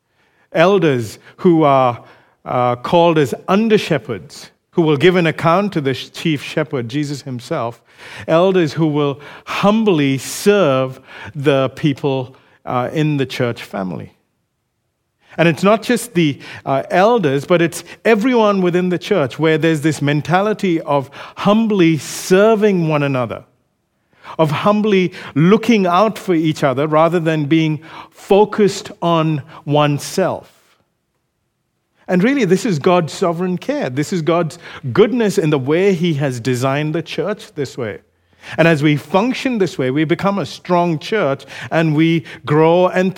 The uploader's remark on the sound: recorded live at Grace Community Bible Church